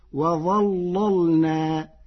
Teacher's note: قرأ ورش كلمة وظللنا بتغليظ اللام الأولى فتصير وظللنا لمناسبة الظاء المفخمة.